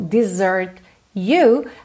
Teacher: desert you, a gente junta esses dois sons com chew, chew